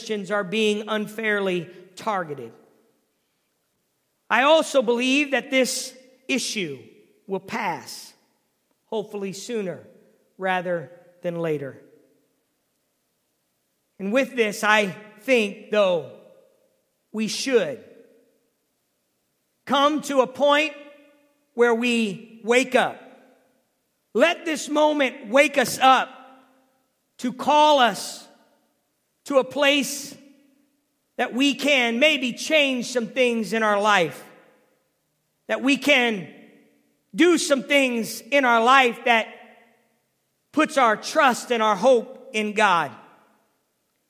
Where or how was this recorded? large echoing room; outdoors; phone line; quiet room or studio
large echoing room